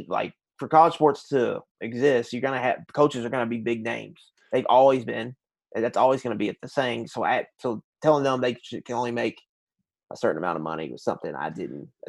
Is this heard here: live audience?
no